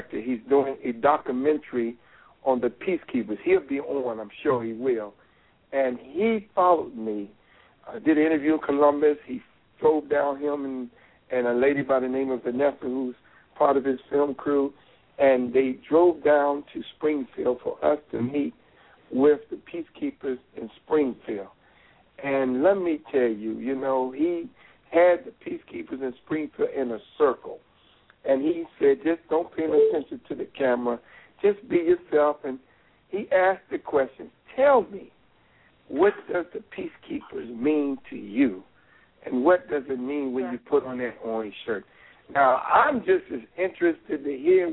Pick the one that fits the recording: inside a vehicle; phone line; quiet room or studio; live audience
phone line